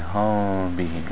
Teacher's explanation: when you do the ikhfa of the meme, like hum bihi, then in this case you don't press the lips hard together, because you're hiding the meme. You don't want to make the meme clear. · Term: ikhfa shafawi